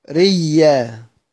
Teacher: قرأوا بتشديد الياء من غير همز